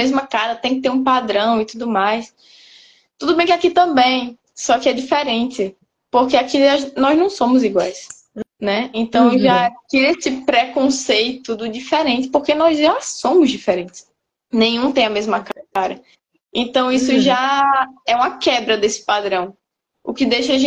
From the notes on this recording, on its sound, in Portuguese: Live realizada através do Instagram